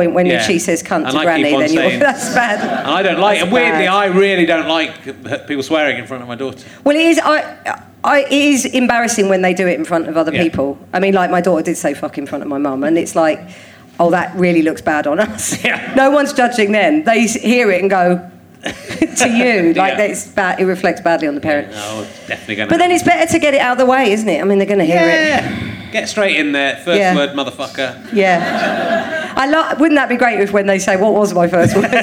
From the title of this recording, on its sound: Leicester Square Theatre Podcast